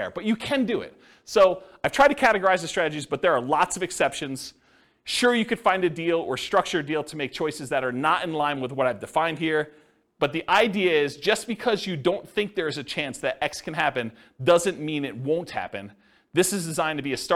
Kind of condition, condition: setting, live audience